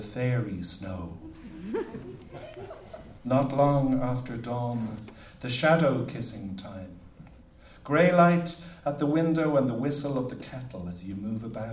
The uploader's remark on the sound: as part of the UNESCO event at Worlds Literature Festival 2011